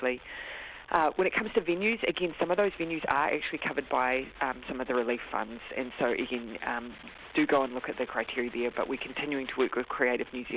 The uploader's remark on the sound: The Prime Minister phones up for a chat.